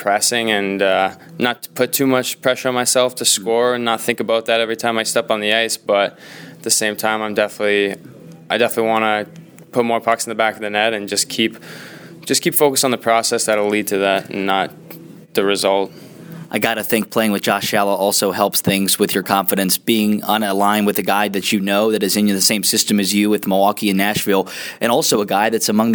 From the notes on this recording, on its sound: Intermission Interview. Between periods at Huntington Center in Toledo!